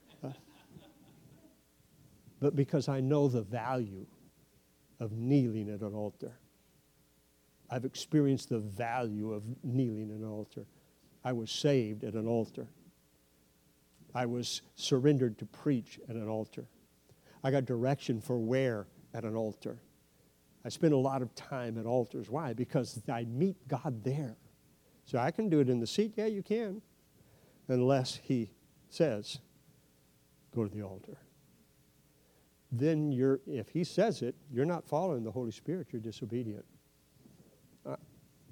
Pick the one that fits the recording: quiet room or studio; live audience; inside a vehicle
live audience